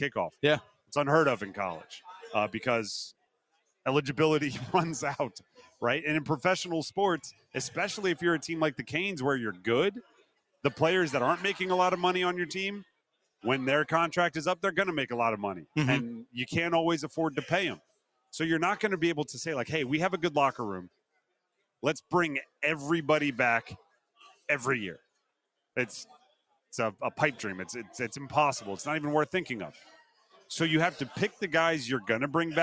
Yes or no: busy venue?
yes